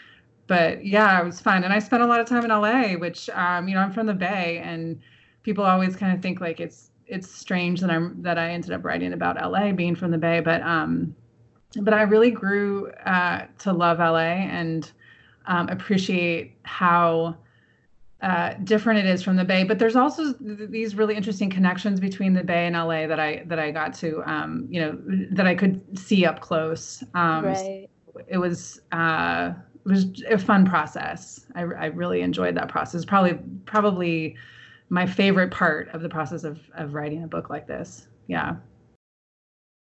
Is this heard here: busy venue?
no